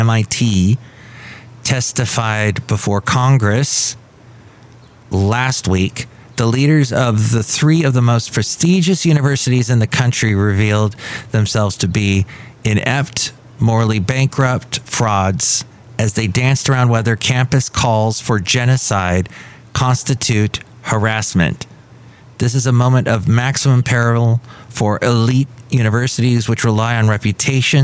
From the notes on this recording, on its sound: Podcasts live from Café Anyway.